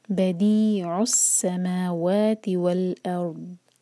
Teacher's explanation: وال لام پر سکون، اس کو جھٹکا نہیں دینا. اس کے بعد الف جو ہے لائٹ پڑھا جائے گا، اور الف لائٹ را ہیوی، اور پھر ضاد پر جب ہم رکتے ہیں تو تھوڑا سا ٹائم دیتے ہیں.